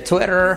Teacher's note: la I como una E y la R fuerte